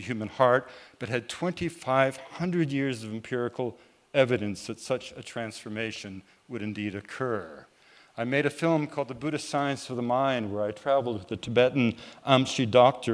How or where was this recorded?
busy venue